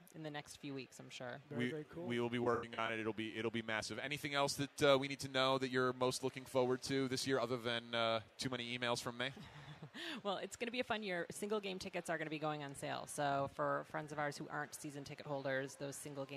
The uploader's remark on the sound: Live from Cubs Convention